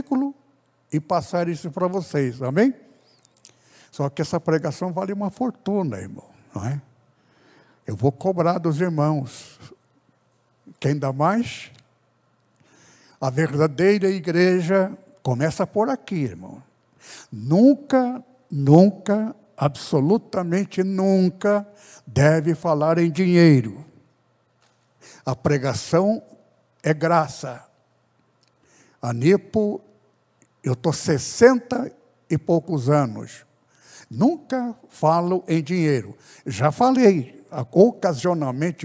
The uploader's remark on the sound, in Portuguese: CULTO REALIZADO DIA 17/11/2021 AO VIVO NA IGREJA ADNIPO SEDE